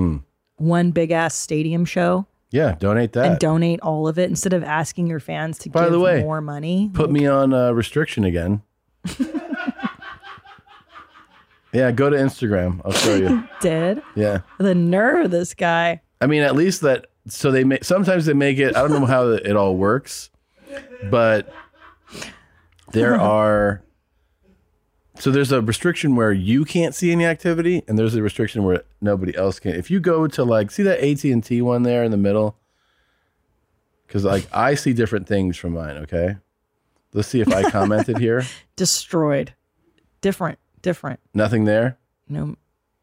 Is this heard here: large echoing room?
no